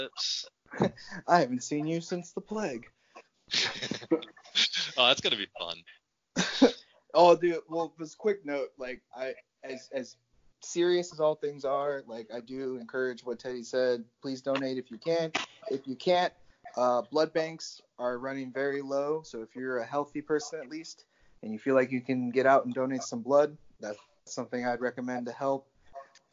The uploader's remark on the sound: Skype it up